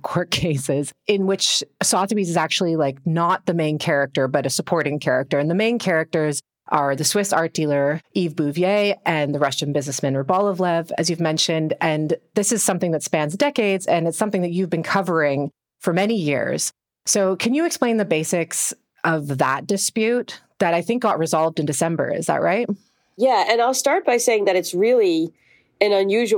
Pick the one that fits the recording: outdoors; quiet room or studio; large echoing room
quiet room or studio